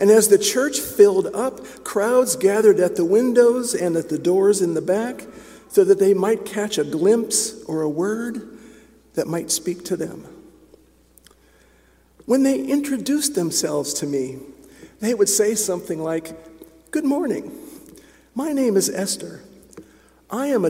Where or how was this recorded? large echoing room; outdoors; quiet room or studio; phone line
large echoing room